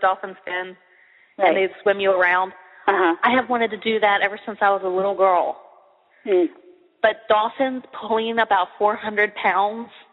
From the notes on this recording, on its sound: I don't know why, but the sound quality of this one is not good. It's still easy to listen to and understand, though. (the original show was live).